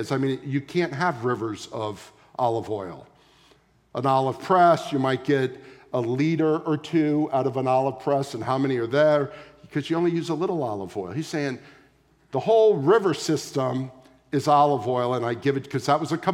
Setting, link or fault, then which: setting, large echoing room